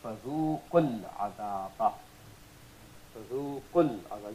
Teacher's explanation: We have the qanun and qa'idah of qasr applying on that, so you don't read it as the harakatun tawira. You just read it like harakatun qasira. · Term: law of qasr